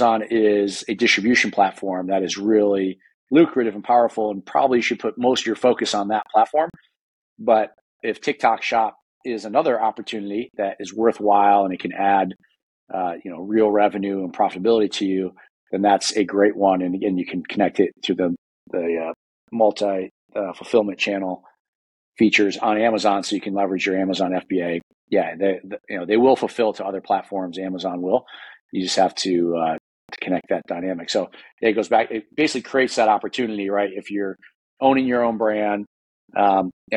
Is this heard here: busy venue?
no